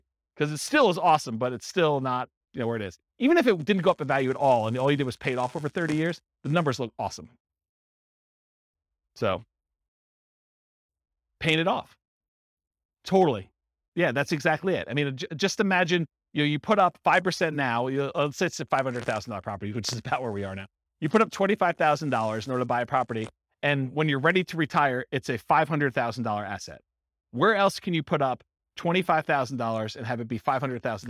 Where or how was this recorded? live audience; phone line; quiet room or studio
live audience